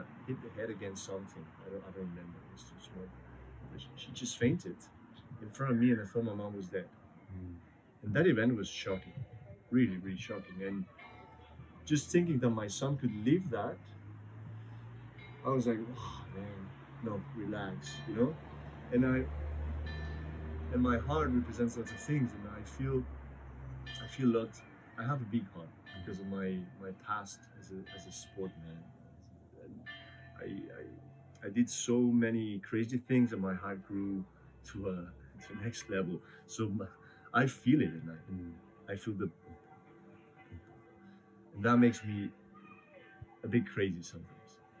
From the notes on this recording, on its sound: There is some background noise. Was a noisy day in the park, and we're still becoming wiser with our audio setup.